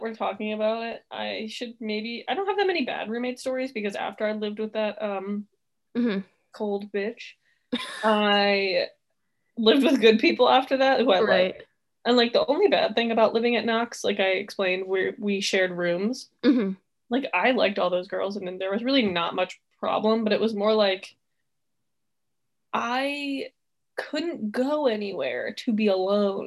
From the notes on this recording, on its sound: Let's celebrate it being the last Zoom episode